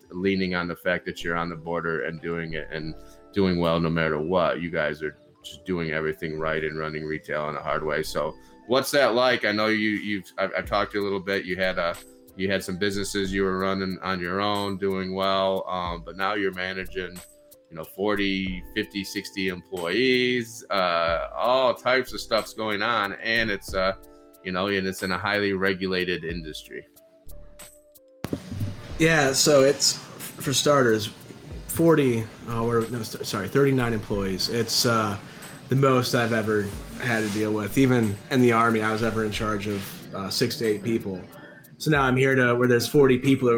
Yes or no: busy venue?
yes